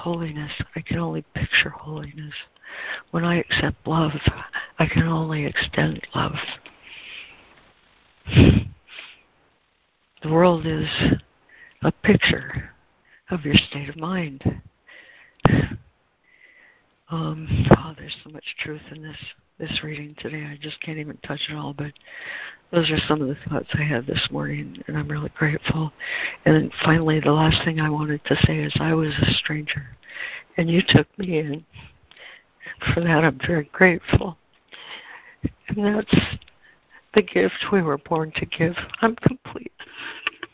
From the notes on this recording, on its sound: ACIM Daily Conference Call